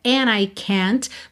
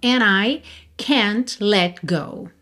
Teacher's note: é muito comum também omitir esse D e juntar o N de and direto na próxima vogal